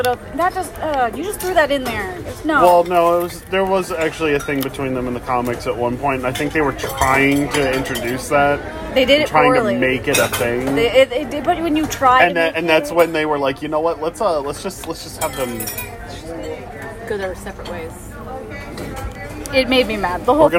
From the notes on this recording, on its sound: Come to you live from a local Denny's.